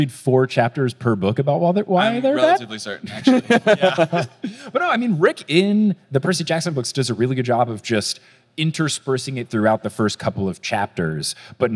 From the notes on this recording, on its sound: From Phoenix, AZ on 5/18/22, it's Potterless live!